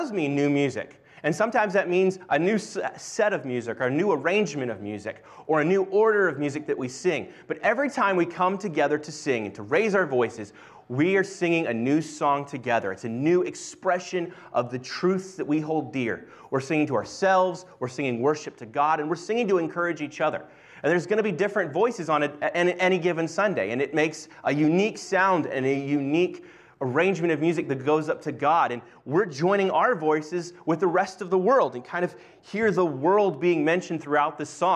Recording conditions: large echoing room